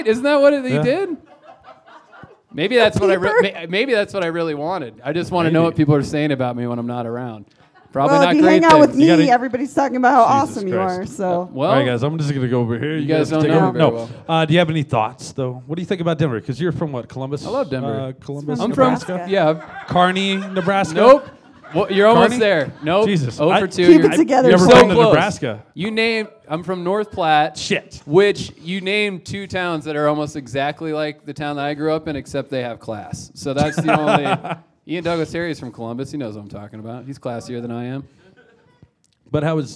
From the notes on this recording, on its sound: Recorded in front of a "studio" audience at Mutiny Information Cafe in Denver! Recorded in front of a "studio" audience at Mutiny Information Cafe in Denver! This live event features a solo set.